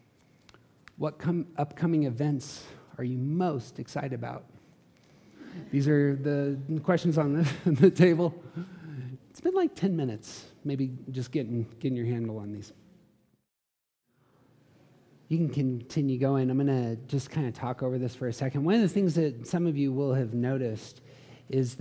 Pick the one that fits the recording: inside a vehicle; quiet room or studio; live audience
live audience